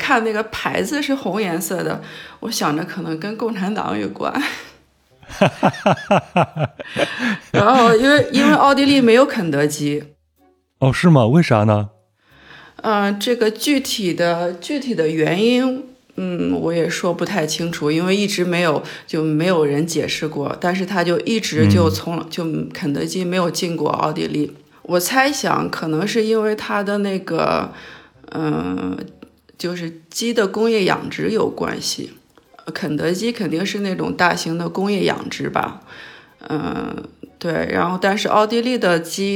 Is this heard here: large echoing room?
no